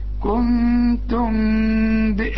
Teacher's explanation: ميم يجي بعدها به يحصل انفراج في الشفايف